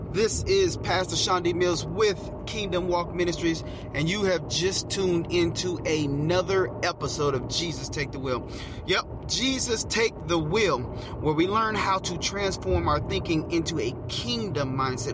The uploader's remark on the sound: Get in the car with me and let's take a ride